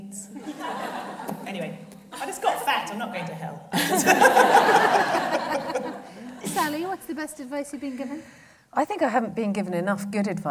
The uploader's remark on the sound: This episode was recorded in front of a live audience at the Cheltenham Comedy Festival in September, 2018.